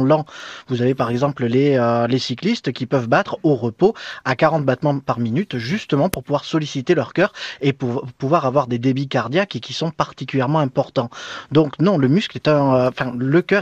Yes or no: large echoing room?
no